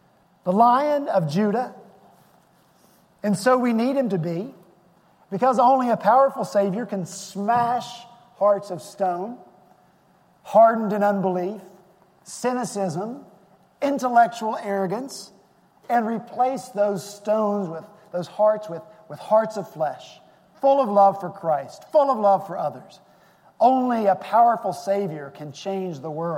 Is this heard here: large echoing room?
yes